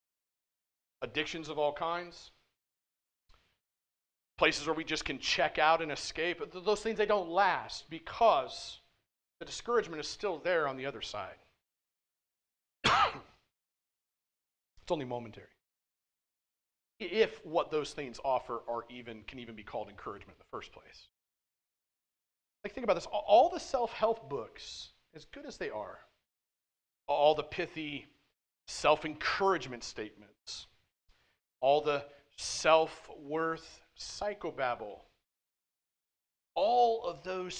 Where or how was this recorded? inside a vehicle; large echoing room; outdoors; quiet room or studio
large echoing room